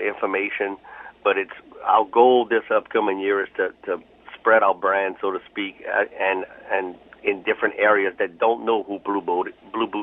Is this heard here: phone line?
yes